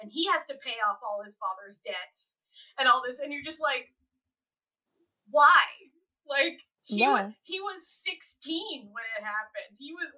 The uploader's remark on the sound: A true struggle went into the recording of this episode. Apologies for some sound issues- we had technical problems during the recording!